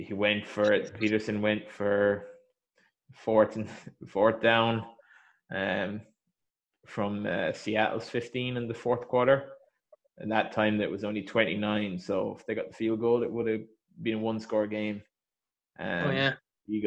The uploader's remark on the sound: This was recorded over zoom so apologies for sound quality.